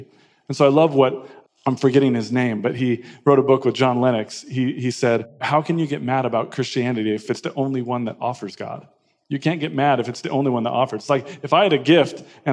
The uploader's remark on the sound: Live Q&A. An ‘Ask Anything’ event that we did last week at Bay Area Community Church in Annapolis, where the audience were asking a whole range of important questions.